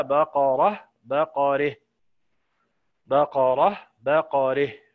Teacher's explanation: كلمة بقرة عندما نقف عليها يبقى هيبقى فيها إمالة للكسائي، إمالة فتحة الراء مع تاء التأنيث التي بعدها بخلف عنه، يعني له الفتح مقدم أداء وله الايه التقليل.